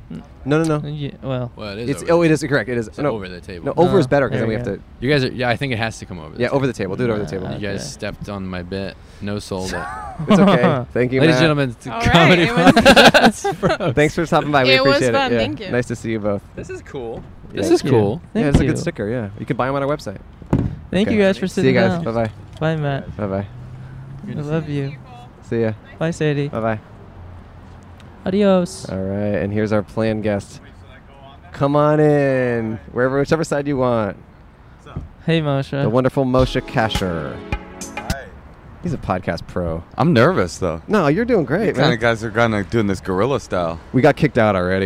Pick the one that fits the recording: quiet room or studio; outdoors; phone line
outdoors